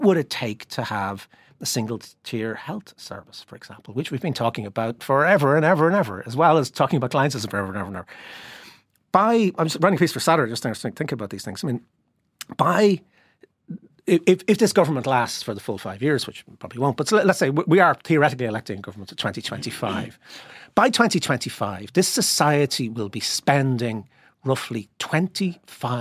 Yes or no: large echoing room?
no